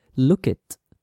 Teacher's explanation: la K y la I se juntan